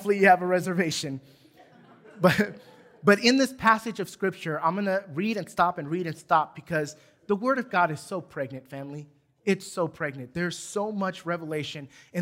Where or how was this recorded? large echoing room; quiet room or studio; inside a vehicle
large echoing room